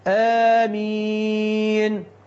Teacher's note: غلط، تقالش كده، بتمد مد البدل ست حركات فتقول آمين، لا ده خطأ لغوي بين، مد البدل هنا يمد حركتين فقط